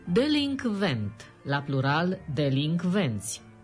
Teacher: Am accentuat chiar partea care pune probleme, în rostire și în scriere, adică acea alăturare a consoanelor N și C. Dintre cele două, nazala N e adesea omisă, cu siguranță pentru că delinquent, o formă greșită, este mai comod de pronunțat.